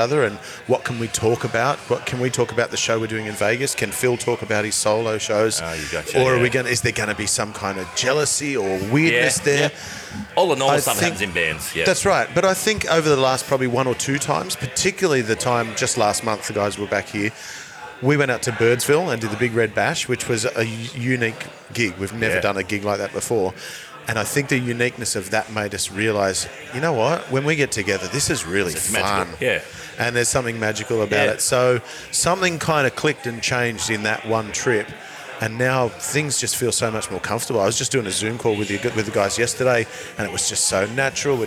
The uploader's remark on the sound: In the heart of the city at The Morrison Bar & Oyster Room